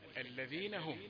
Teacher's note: هم كلمة بدايتها الهاء فيعلى صوت الهاء قليلا باعتباره أول الكلمة · Term: إعلاء الصوت